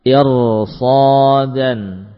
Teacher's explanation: Ini juga tebal. Ro-nya tebal karena setelahnya huruf sad.